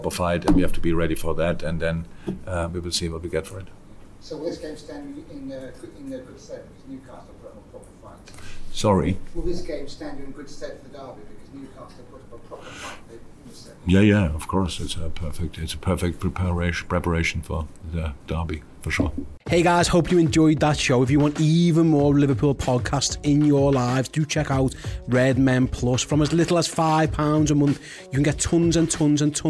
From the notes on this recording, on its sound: Post-Match Press Conference. At Anfield!